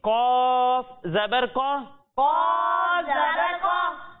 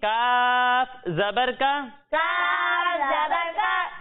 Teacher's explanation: حروف مستعلیہ میں سے ہے، اور حروف مستعلیہ کو ہر حالت میں موٹا پڑھتے ہیں، اس لیے قاف کی ادائیگی کرتے وقت اسے ہم موٹا پڑھیں گے، اور جب ہم کاف کی ادائیگی کریں گے تو اسے باریک پڑھیں گے